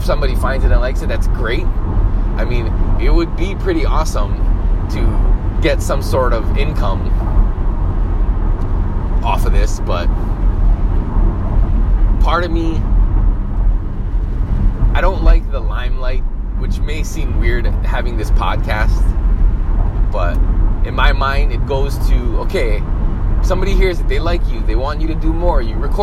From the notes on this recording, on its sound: Back to the grind means back in the mobile podcast studio. Here's another SOLOcast, recorded on my way to work.